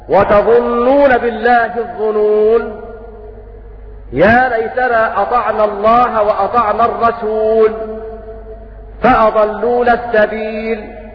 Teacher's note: يعقوب وحمزة وأبو عمرو قرأوا بحذف الألف في الكلمات الثلاث وصلا ووقفا، فيقفون هكذا وتظنون بالله الظنون يا ليتنا أطعنا الله وأطعنا الرسول فأضلون السبيل، وفي حال الوصل أيضا يحذفون الألف كذلك.